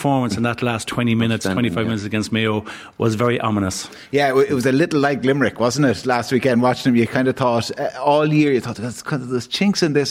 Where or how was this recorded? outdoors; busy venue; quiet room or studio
busy venue